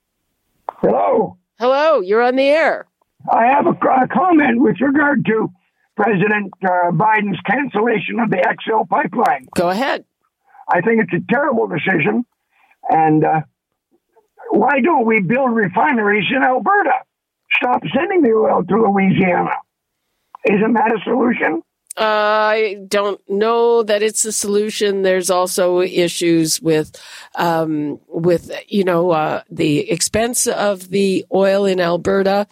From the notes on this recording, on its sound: Listeners call. On Zoomer Radio!